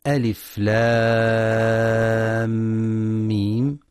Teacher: فعندما ننطق ألف لام ميم ننطقها كالتالي: ألف بدون مد، لام ست حركات لأنها من حروف سنقص علمك، ثم إدغام مثلين صغير الميم المشددة بمقدار حركتين وهي ميم لام وميم ميم، ست حركات ميم لأنها من حروف سنقص علمك.